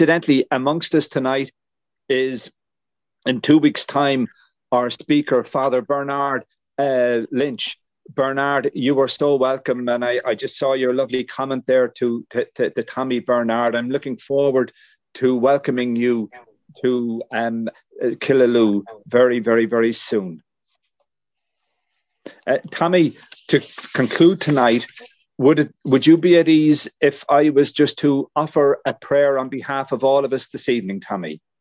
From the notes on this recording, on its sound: Killaloe Cathedral Lenten Talks No. 2. This talk is taken with permission from zoom live recording made and broadcast on St Flannans Cathedral live stream Killaloe. Originally broadcast on SBCR.